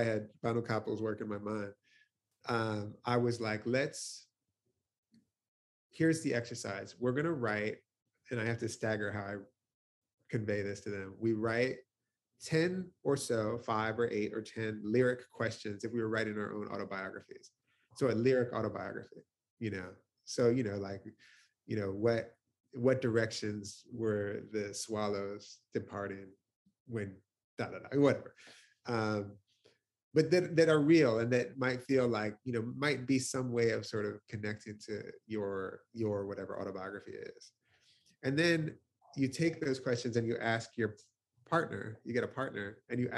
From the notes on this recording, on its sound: Recorded over Zoom.